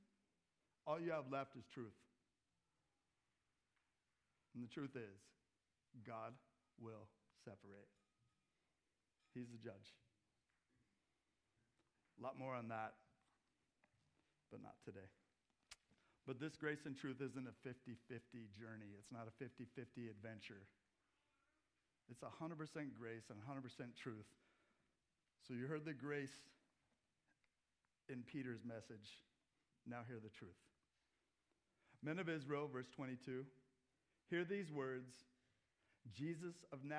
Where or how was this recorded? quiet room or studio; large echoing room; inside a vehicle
large echoing room